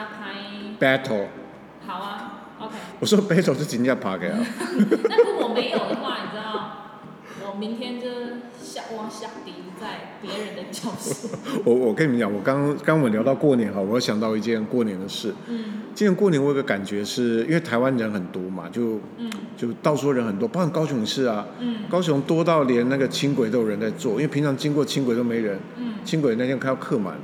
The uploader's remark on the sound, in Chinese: 臉書同步直播。這集同步在FB直播，所以現場收音比較吵。